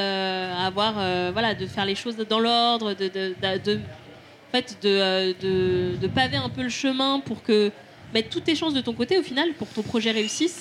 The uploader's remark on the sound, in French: Enregistré en live à la Recyclerie à Paris en partenariat avec Weslow, accélérateur de marques engagées mode et lifestyle.